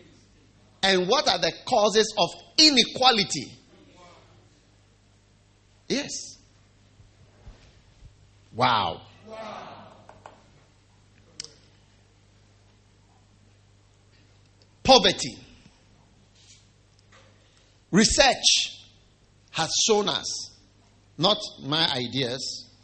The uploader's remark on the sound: Preached at the First Love Church, Wisconsin University.